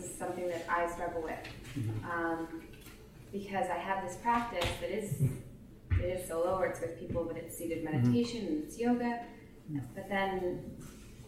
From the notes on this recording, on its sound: These talks are part of a series on the psychology of yoga and Buddhism and were recorded in front of a small group in Toronto in 2015.